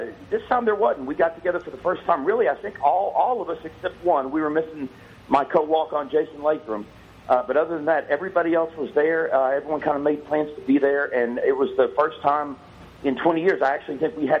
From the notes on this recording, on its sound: on the phone